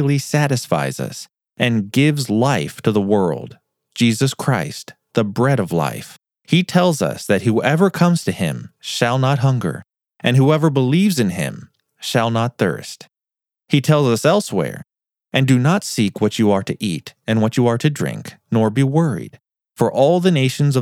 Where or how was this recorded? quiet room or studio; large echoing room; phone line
quiet room or studio